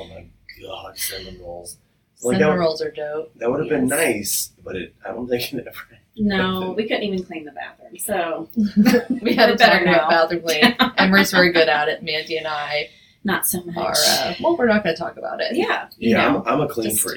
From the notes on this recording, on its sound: we apologize for the technical difficulties with sound in this episode.